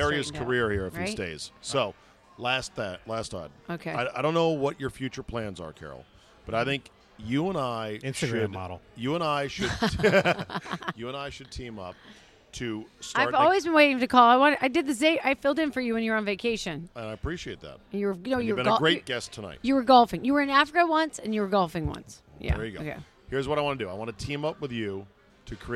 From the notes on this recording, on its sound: Recorded at DC Prime Steakhouse in Ashburn, VA.